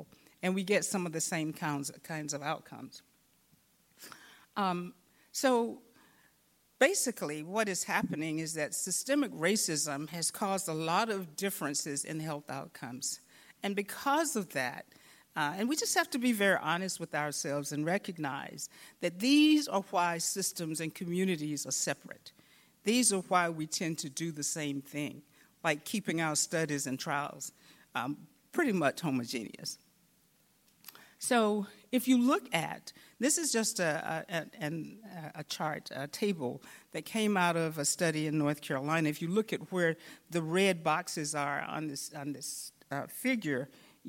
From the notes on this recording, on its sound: In this session recorded at CRAACO 2022